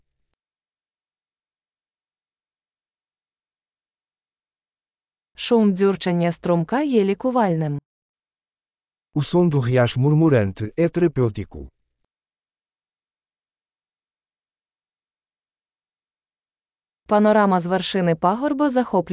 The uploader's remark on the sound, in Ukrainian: Прогулянка в лісі. Шум дзюрчання струмка є лікувальним.